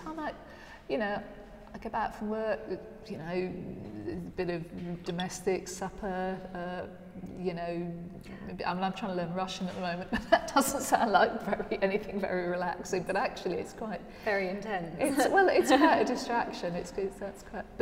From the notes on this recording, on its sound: The haunting and echoing atrium of the Victorian prison at Lincoln Castle, surrounded by Medieval and Roman discoveries from archaeological digs in the castle grounds, as well as a nearby Saxon sarcophagus. Coffee in hand and surrounded by historical treasures.